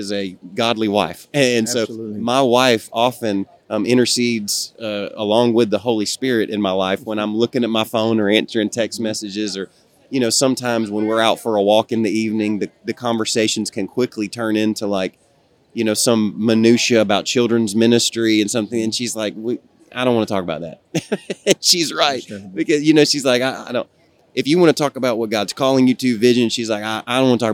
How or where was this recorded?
busy venue